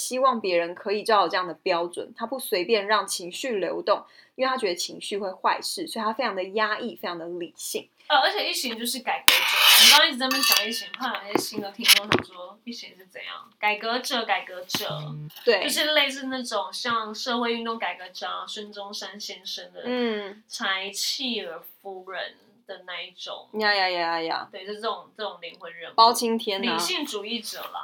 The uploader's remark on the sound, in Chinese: 本集收音有狀況，收聽時有空曠環境感是正常的喔